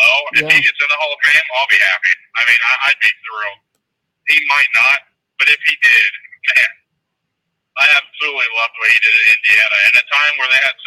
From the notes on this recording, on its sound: (via phone)